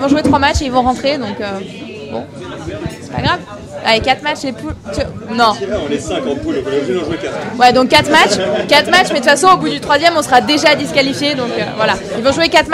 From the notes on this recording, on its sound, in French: Le bilan de la saison en direct du Club House NSNW ! Un épisode tout en bonne humeur, avec un son saturé (c'est la première soyez indulgent) et beaucoup de bière !